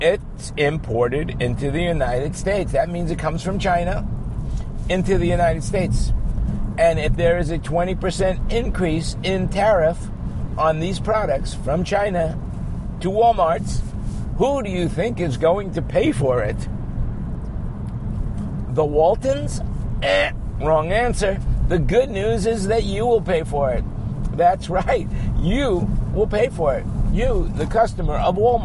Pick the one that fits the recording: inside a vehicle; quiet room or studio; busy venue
inside a vehicle